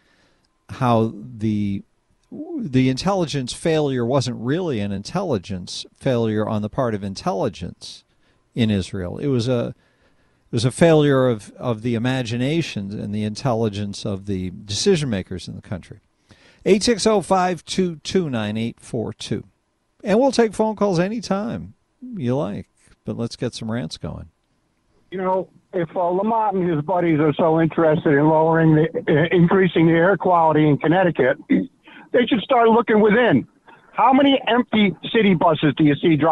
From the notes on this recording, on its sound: Rants and phone calls this hour